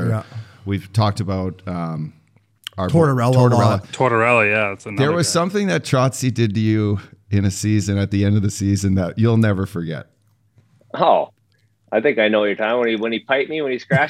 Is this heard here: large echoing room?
no